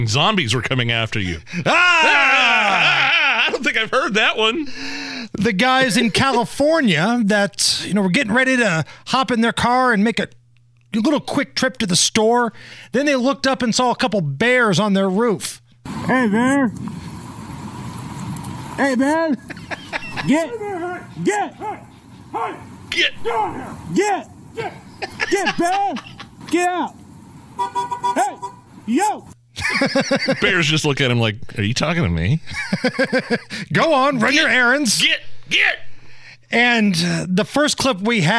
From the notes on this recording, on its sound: A hiker recorded this terrifying encounter with a brown bear and two cubs on a narrow hiking trail near Sierra Madre, California.